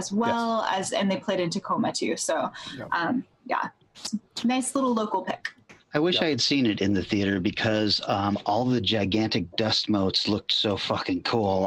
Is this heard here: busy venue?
no